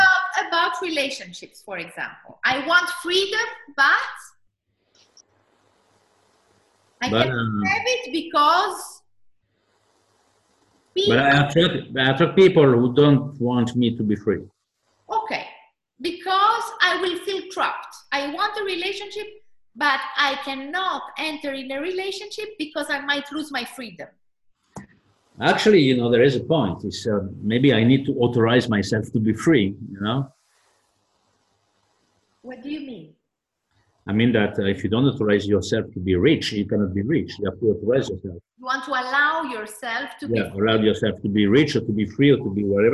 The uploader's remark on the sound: This is a recording taken from my last webinar.